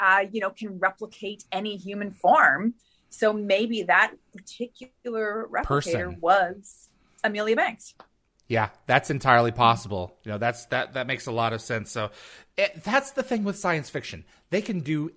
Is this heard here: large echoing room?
no